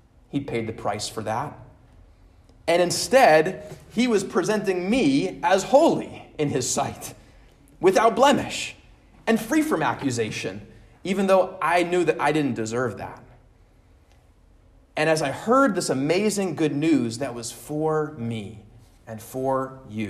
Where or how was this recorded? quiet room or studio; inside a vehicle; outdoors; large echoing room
large echoing room